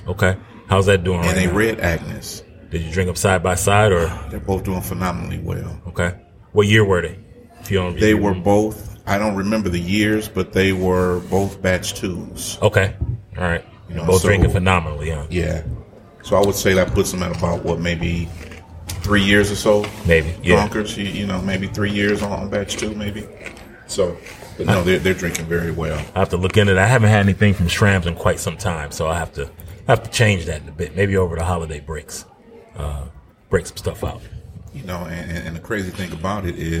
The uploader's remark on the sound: Live from One Under Craft Beer and Eats in Livonia